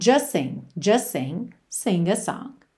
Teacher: essa letra T quase nunca aparece, especialmente quando a próxima palavra começa com S. Aí mesmo que a gente liga de um S para o outro.